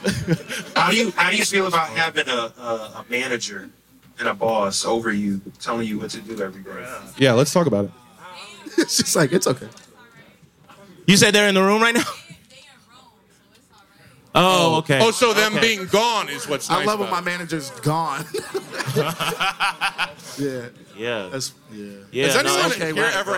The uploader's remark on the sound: In Jaded Forum's debut LIVE episode. JADED FORUM is a series of private conversations, public discussions, live performances, and parties based in New York City.